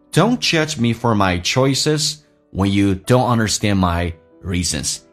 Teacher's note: 也可以用 flat tone 平调，不是特别强烈